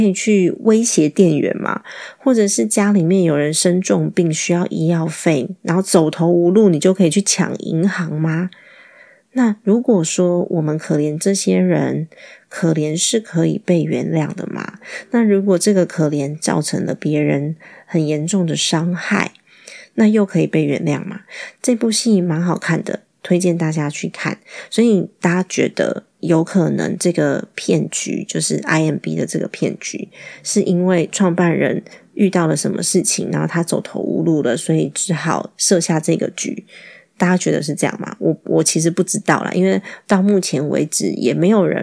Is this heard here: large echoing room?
no